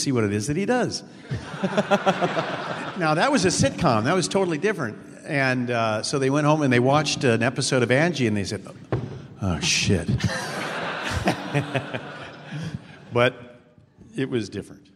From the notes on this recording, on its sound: This was a panel at SF Sketchfest way back in January of 2011 after an incredible screening of the film at the Castro Theater for 1000 screaming fans.